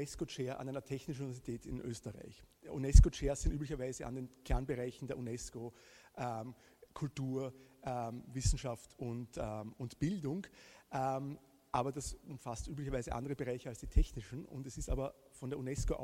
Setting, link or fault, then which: setting, live audience